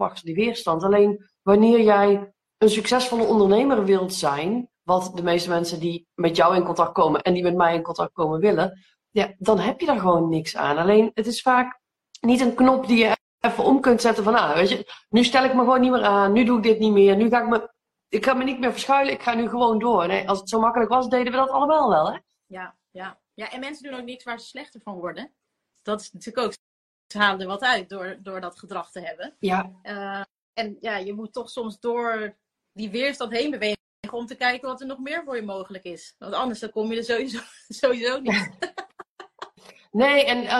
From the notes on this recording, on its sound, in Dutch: die gemaakt is van een live gesprek op Instagram